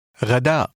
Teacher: Remember to include a glottal stop at the end of the word.